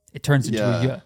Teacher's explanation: the nasality on the nasal dropped out and it just retained its palatal component. So it turned eventually into ya.